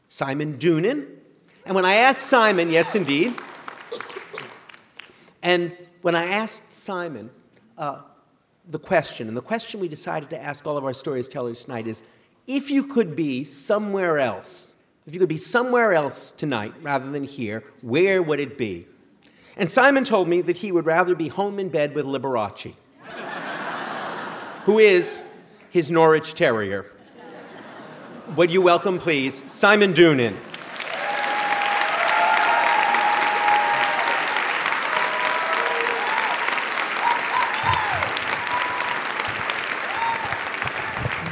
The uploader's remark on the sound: Live at Town Hall, New York